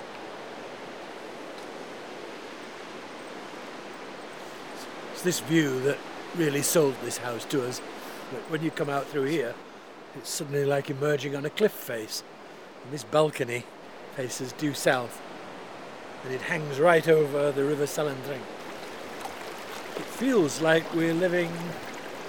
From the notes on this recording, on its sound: Takes us on an immersive tour of the cromlechs and tombs near his home in France. Suffused with birdsong and sounds from the landscapes of the Cévennes.